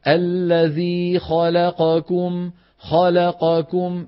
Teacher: بدك تسوي بين فتحة الخاء واللام والقاف وضمة الكاف · Term: بتساوي أزمنة المتحركات